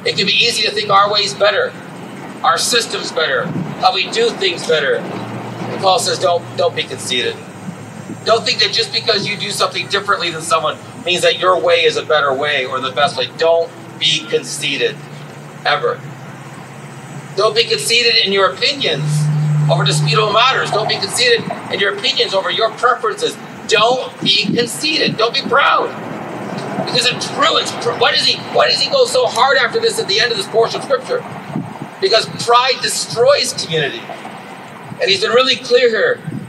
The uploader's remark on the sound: This was our first outdoor service. We apologize for the noise that is a part of this recording.